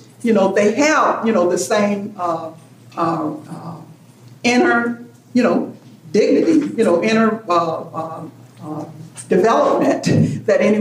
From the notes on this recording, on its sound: This special episode (Part 2) continues a panel discussion at the first-ever Rural Women’s Summit, presented by the National Rural Assembly.